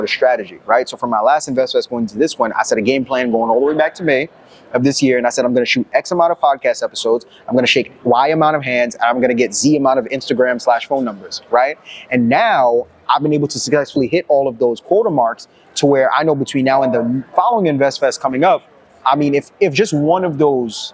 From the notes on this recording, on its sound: the first of 3 interviews recorded during investfest Weekend